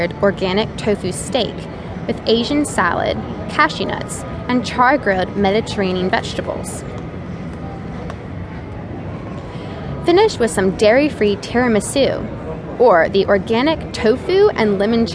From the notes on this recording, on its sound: The Vegetarian Travel Guides are comprehensive audio tours recorded right on the scene.